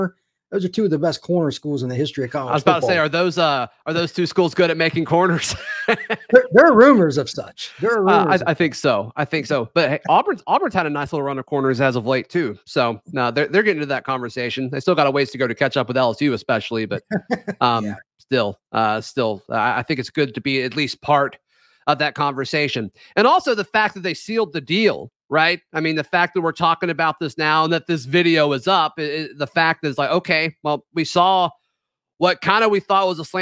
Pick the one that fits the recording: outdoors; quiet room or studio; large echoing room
quiet room or studio